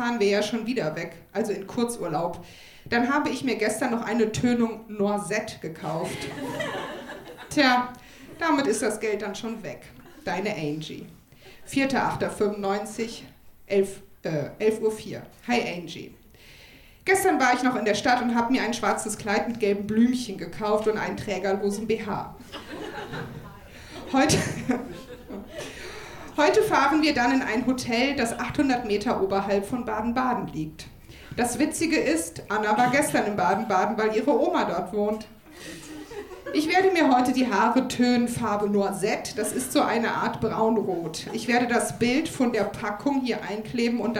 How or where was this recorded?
live audience